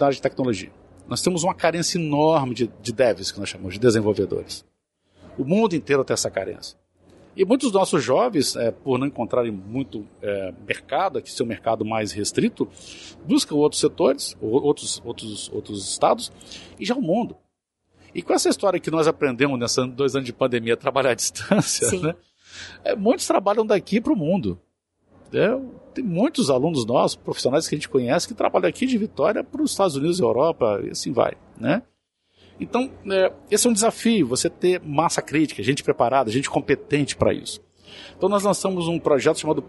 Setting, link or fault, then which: setting, busy venue